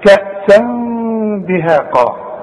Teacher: بنخفي ونغن، والغنة بمقدار حركتين